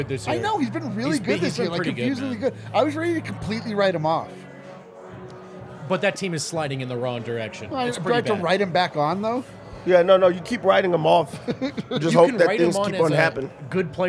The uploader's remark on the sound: live in studio from the DNVR bar